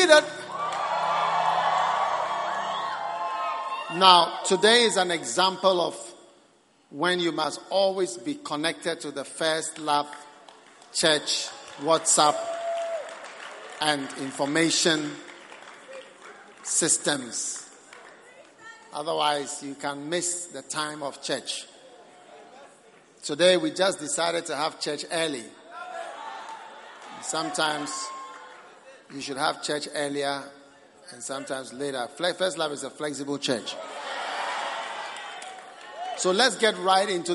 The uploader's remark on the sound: Preached at the New Year's Eve Service, First Love Church.